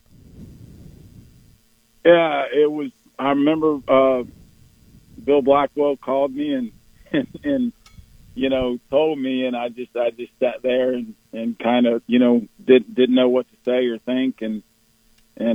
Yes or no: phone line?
yes